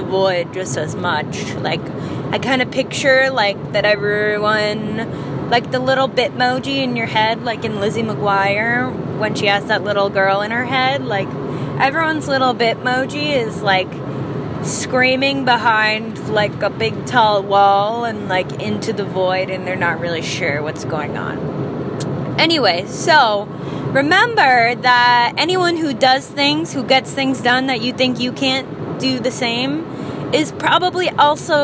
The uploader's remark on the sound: I recorded this in the car